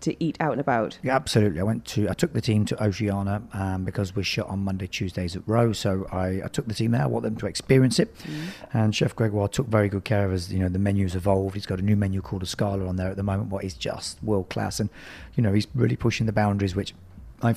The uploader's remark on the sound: We were live from the Hero Dubai Desert Classic!